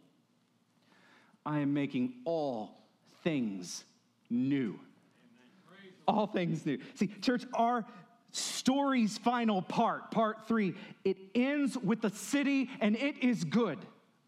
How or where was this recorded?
large echoing room